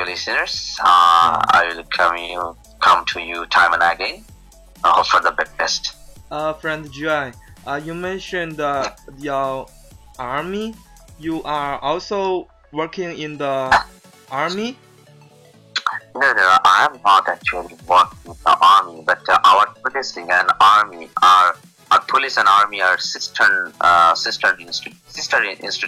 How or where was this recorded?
video call